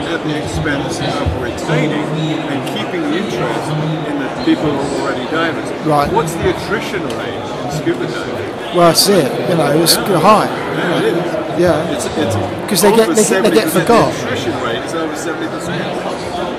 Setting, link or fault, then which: setting, busy venue